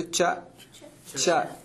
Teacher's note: च च तत्र स्पर्शः, जिह्वायाः स्पर्शः, तालु